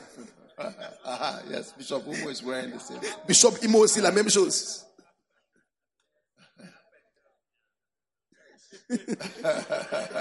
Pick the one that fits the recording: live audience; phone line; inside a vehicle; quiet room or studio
live audience